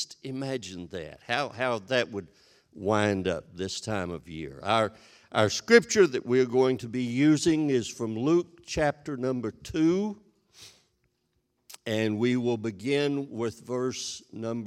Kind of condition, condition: setting, large echoing room